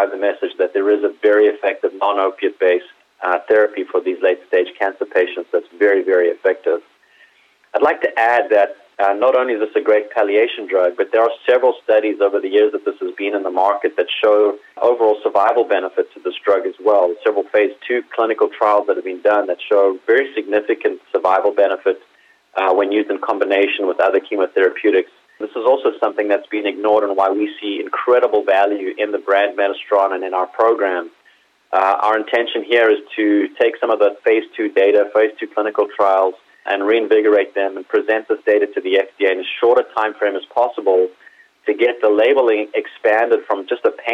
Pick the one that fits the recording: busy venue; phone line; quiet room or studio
phone line